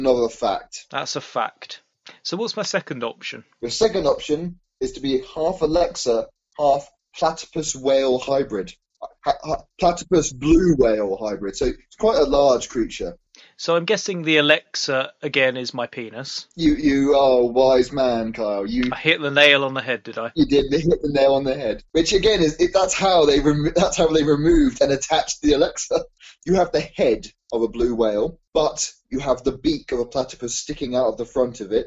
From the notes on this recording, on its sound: There were some weird audio problems with this episode but I've managed to cobble it back together somehow.